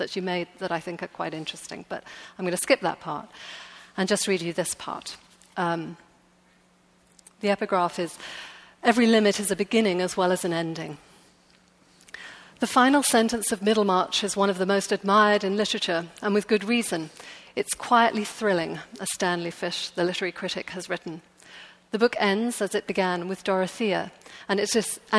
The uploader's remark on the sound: LIVE from the NYPL